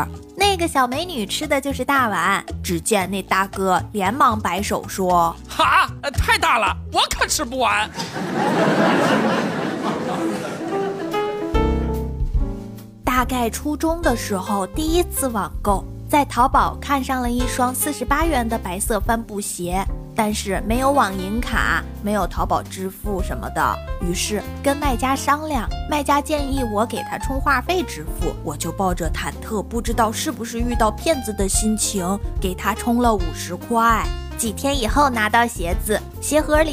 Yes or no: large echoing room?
no